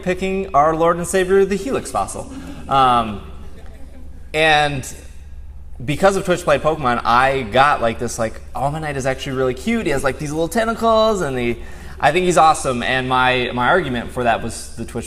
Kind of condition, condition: setting, live audience